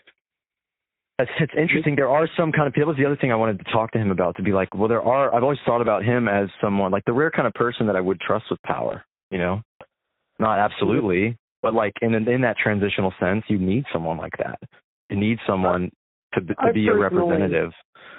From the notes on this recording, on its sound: an impromptu call